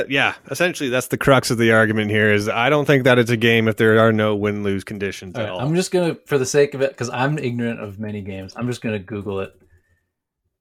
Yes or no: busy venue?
no